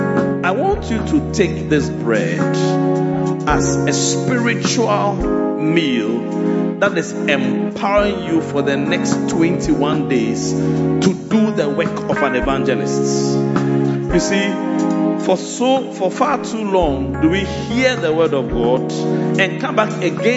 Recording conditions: large echoing room